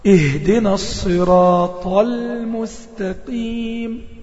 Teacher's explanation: هنفخم الراء ونفخم الطاء